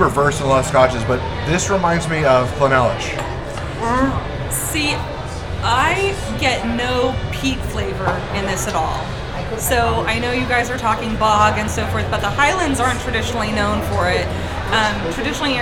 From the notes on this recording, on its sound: ON-SITE REVIEW AT VOM FASS Huntington Beach, ca. A visit to Vom Fass at Pacific City in Huntington beach, CA.